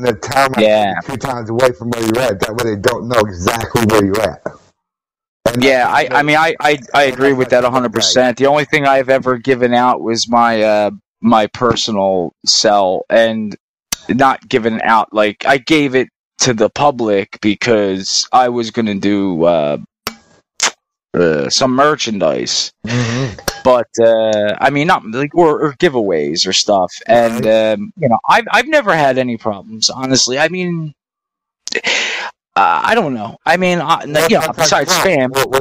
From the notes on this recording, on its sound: We recorded for the first time on riverside. I will try to get the best quality I can out of this audio.